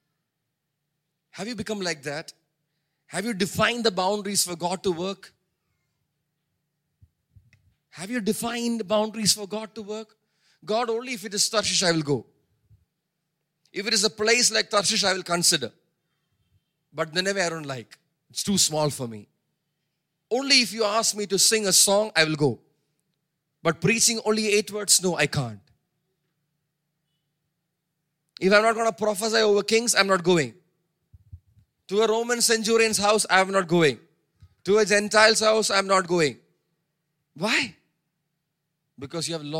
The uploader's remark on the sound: preached at Sunday Service on 4 June 2023 at Revelation Church